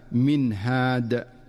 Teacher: ومن أمثلته في قوله تعالى من هاد، فالنون الساكنة جاءت بعدها الهاء فتظهر النون إظهارا واضحا من مخرجها دون مبالغة أو تكلف · Term: الإظهار